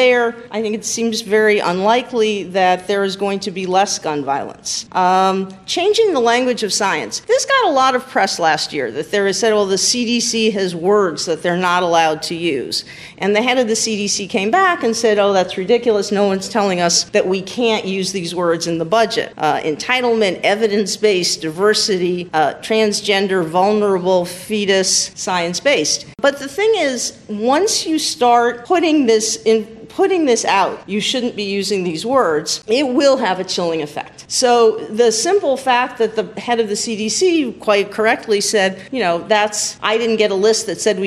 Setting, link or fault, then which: setting, busy venue